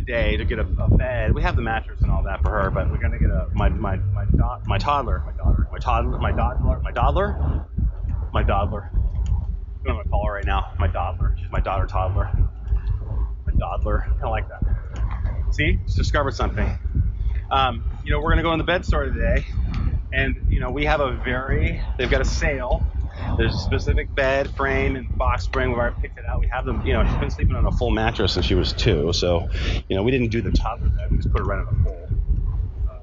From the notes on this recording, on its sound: Bad sound.